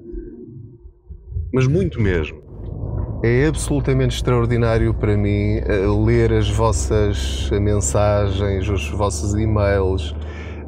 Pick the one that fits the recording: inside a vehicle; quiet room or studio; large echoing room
inside a vehicle